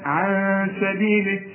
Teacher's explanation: النون بقى السين، السين رفيعة، الغنة كمان بتاعتها رفيعة